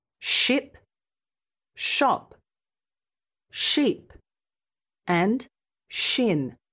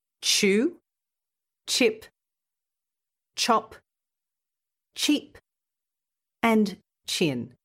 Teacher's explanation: When you add the t sound to the start of the sh sound, you get ch. · Shown in: second take